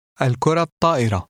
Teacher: the ta marbuta at the end of the first word does not include a t sound. The article in the first word does not assimilate.